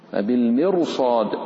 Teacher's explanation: الراء وقعت بعد كسر أصلية لكن جاء بعدها حرف استعلاء ففخم